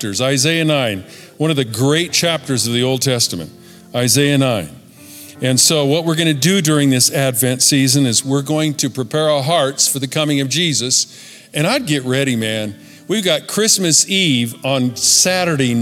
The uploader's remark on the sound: Recorded at Capital Church Meridian, Idaho